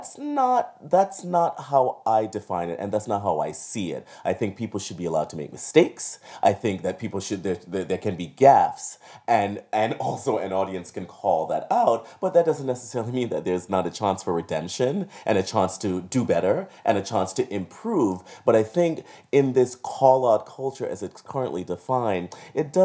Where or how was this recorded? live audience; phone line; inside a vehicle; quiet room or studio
quiet room or studio